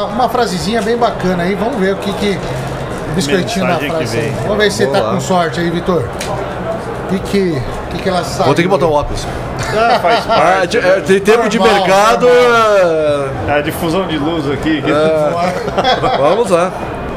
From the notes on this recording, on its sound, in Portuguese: Ao vivo da Hortitec 2023